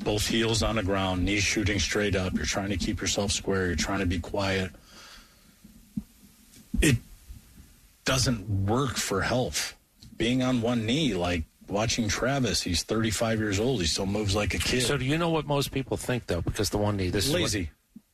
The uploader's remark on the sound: live from Atlanta Braves Spring Training